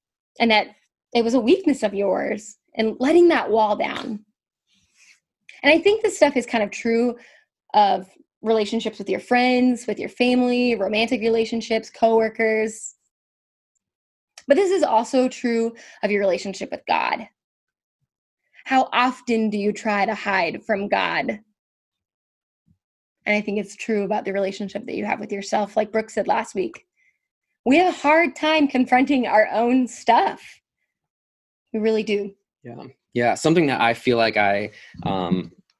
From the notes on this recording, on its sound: We are meeting via Zoom during this time of social distancing.